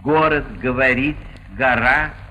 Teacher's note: Обычно же произношение именно взрывного «ге». «Город», «говорить», «гора», а не «город», «говорить», «гора», отличающий южно-великорусов.